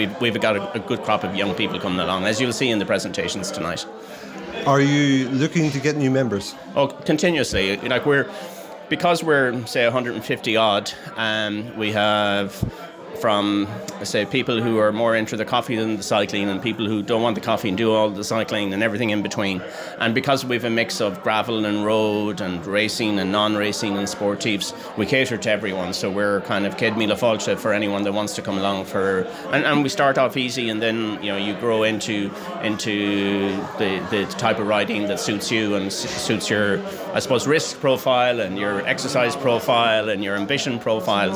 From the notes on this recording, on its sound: a recording from the Galway Bay Cycling Club's Christmas Party in December 2023